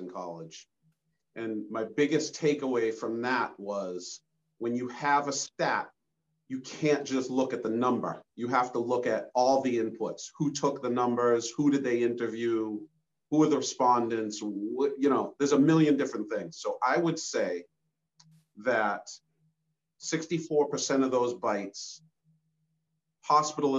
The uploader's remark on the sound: Zoom social distancing.